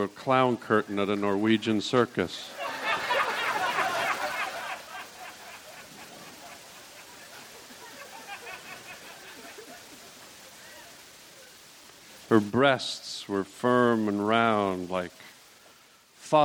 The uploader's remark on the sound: Recorded at SF Sketchfest, January 30, 2015.